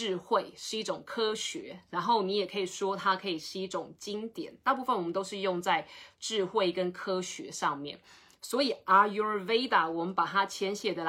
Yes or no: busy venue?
no